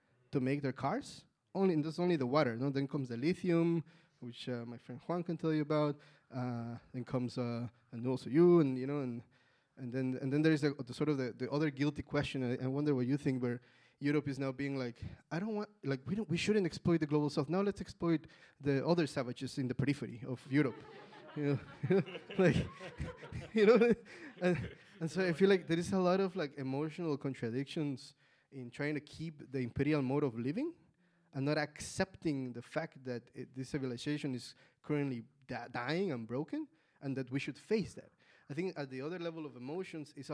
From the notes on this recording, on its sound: The opening panel of the “After Extractivism” conference. Recorded at the Haus der Demokratie und Menschenrechte.